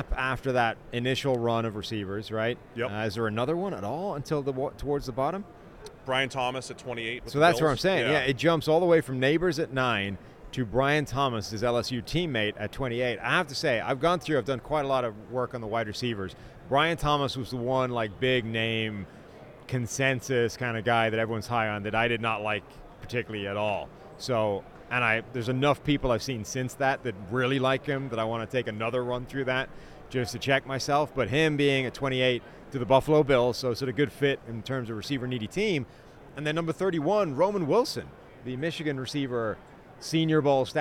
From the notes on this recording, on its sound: are live from Las Vegas Radio Row